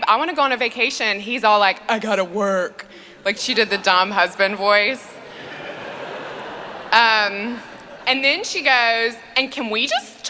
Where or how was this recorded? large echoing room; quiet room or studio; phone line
large echoing room